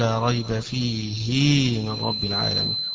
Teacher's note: أيضا كلمة فيه إذا قرأها ابن كثير حيشبع الهاء التي في آخره، يشبع كسرة الهاء